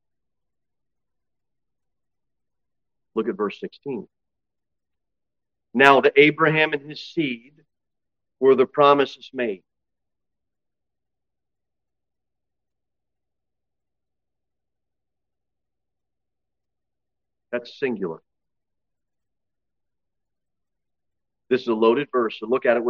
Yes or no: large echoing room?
yes